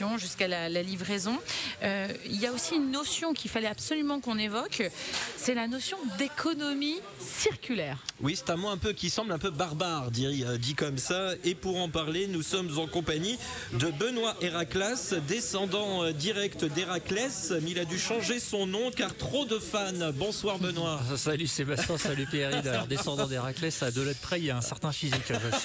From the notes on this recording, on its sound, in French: Étaient à l’arrivée de la caravane Renault Trucks, pour une émission en direct d’un distributeur/réparateur, Bayi Trucks, au sud de la ville.